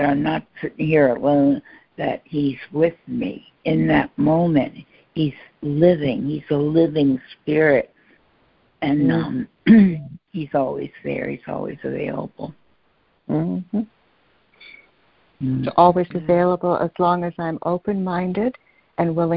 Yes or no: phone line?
yes